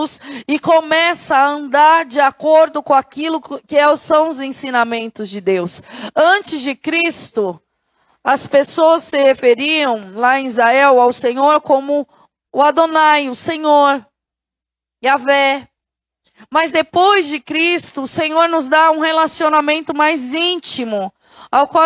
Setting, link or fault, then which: setting, large echoing room